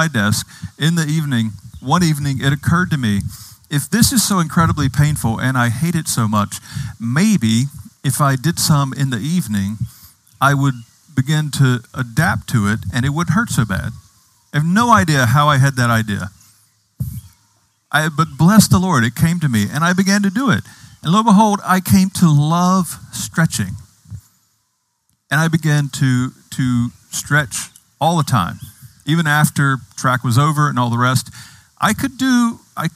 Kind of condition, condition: setting, outdoors